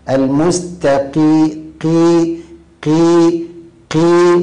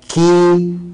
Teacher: من الأخطاء ترقيق الكاف، يعني الأخطاء أن أنت تقول مستقيم، هذا زيادة عن درجة تفخيمها، ولا تقول المستكيم، يعني تقلب القاف كافا، هذا خطأ جلي، مستكيم خطأ، خطأ جلي، والمستقيم خطأ أيضا وليس، لكن ليس خطأ جليا. والصواب أن تأخذ القاف المكسورة درجتها من التفخيم وهي آخر درجة في التفخيم · Shown in: first take